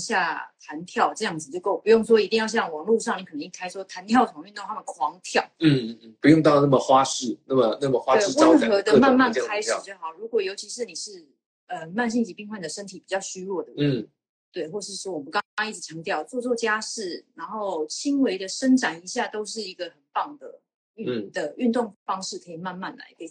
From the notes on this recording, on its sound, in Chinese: 也因為這樣音質比較差，請大家多包涵。